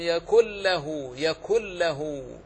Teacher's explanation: تنطق بلام مشددة فقط · Term: إدغام كامل